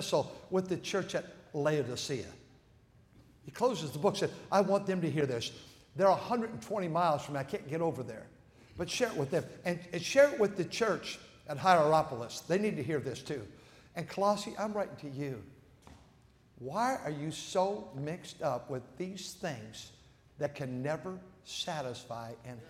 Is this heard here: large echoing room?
yes